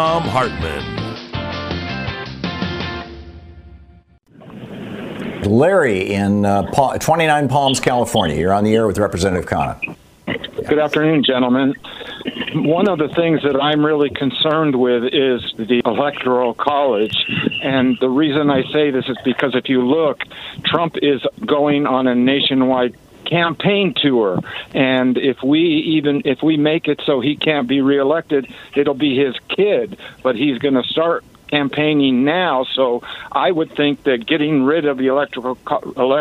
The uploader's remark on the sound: answers listener phone calls in a progressive town hall